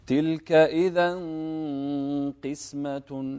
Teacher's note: هني الحرف المستعلي حروف استعلاء خص ضغط قِظ. القاف هني مكسورة والغنة تابعة لما بعدها تفخيما وترقيقا